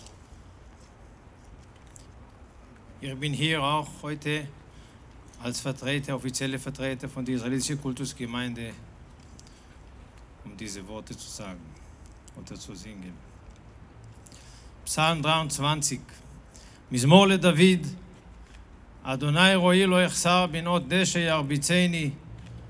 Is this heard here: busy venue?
yes